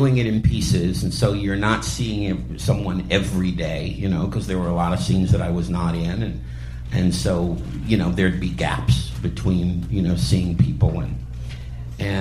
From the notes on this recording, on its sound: live conversation at the Cinefamily in Los Angeles